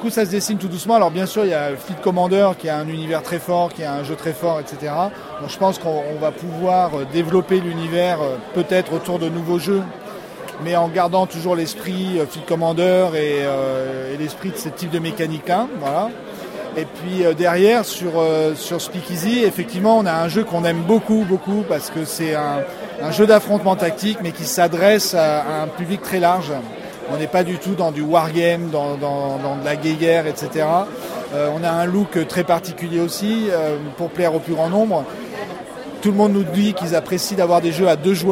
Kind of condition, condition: setting, busy venue